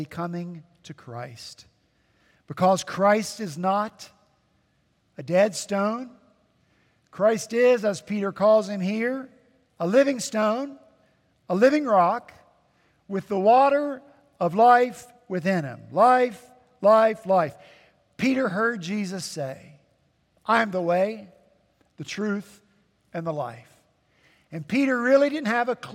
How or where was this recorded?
large echoing room